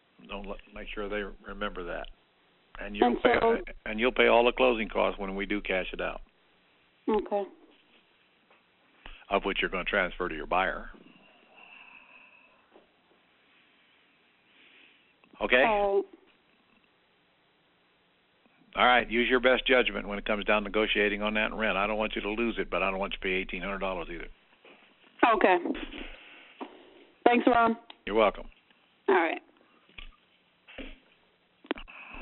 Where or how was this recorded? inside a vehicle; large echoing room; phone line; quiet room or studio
phone line